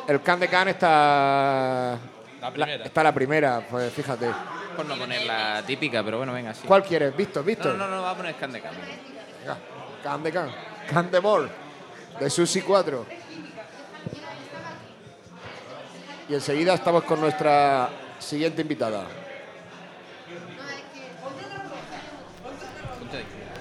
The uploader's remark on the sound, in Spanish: Octava sesión de La Turné II, desde la Sala Musik de Murcia, para celebrar el Record Store Day.